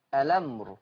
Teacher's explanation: هشيل الهمزة واخد الفتحة حطها على اللام فتبقى اللام مفتوحة فتبقى الأمر، ليس لك من الأمر. · Term: النقل